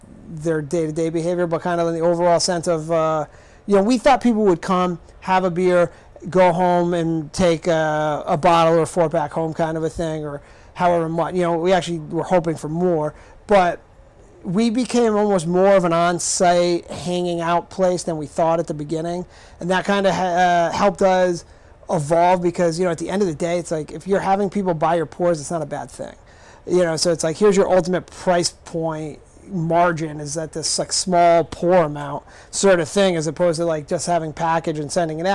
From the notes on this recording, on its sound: live at their West Kingston brewery